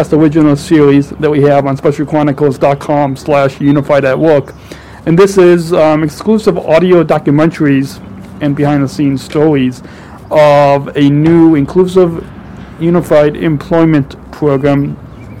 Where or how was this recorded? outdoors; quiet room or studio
outdoors